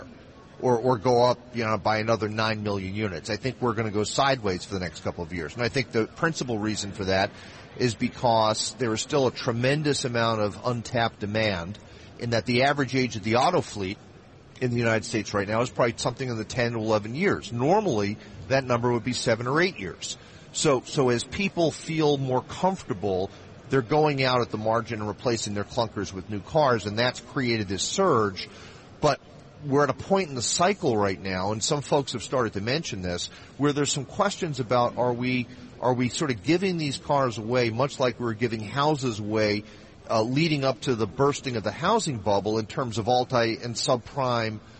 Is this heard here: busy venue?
yes